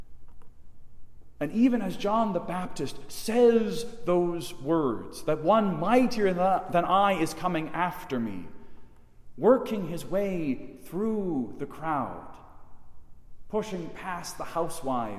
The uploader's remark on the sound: Delivered in the Chapel of St. John Paul II at Mundelein Seminary in Mundelein, IL.